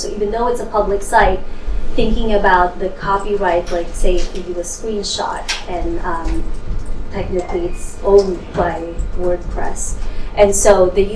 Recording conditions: large echoing room